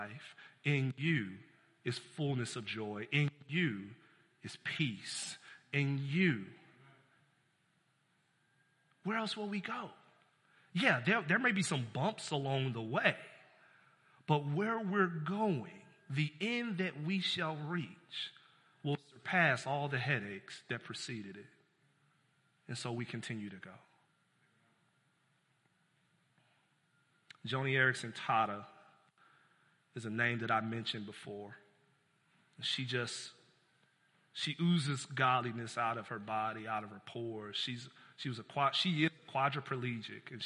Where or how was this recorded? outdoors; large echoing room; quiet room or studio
large echoing room